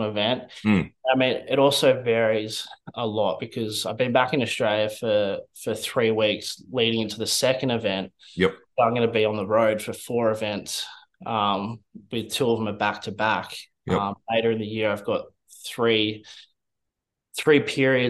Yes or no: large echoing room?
no